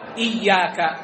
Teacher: جاءت الشدة خفيفة على لسانه